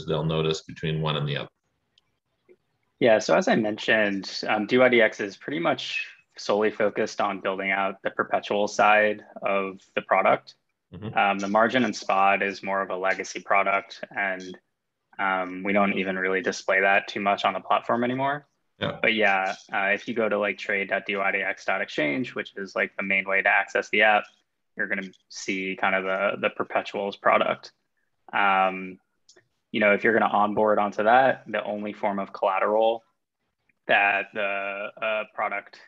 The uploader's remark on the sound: Joined a zoom meeting.